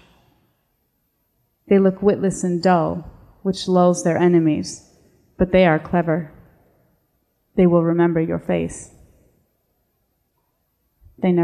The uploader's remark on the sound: In this live episode of the Fiction/Non/Fiction podcast, recorded at the 2018 Miami Book Fair. In this live episode of the Fiction/Non/Fiction podcast, recorded at the 2018 Miami Book Fair.